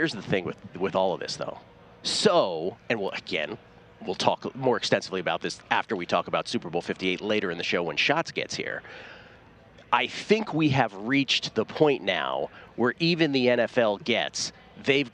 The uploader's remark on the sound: broadcasting live from media row